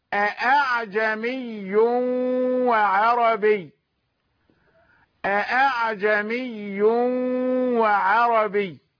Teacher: حققوا الهمزة الثانية والأولى محققة · Term: التحقيق